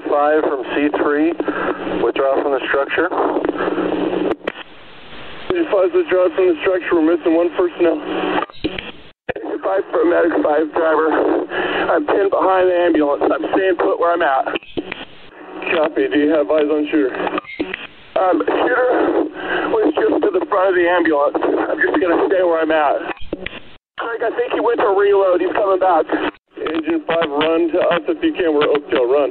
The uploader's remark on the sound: Recordings from 911 dispatchers detail a shooter's ambush of firefighters responding to an Oct.